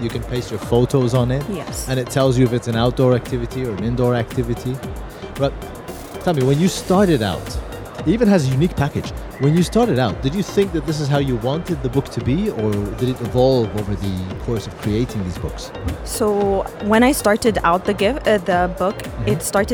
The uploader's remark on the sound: Live from SIBF 2023